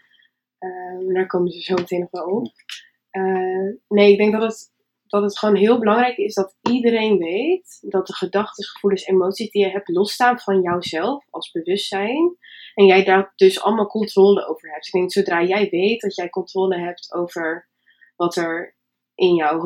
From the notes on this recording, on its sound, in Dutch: Het geluidskwaliteit is nog niet helemaal top